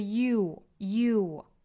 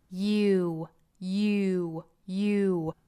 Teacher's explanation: 因为 you 这个单词其实是有一个半元音 ye 和后面的长音 u 组合在一起的 · Term: 长元音 u